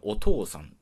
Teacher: お父さんで、おうっていう母音の連続を避けて、おうっていう長母音に置き換えてる